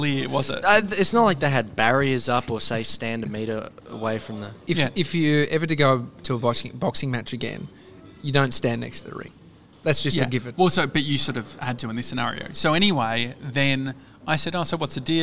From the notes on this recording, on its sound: Today we're live from our favourite cafe, Au79!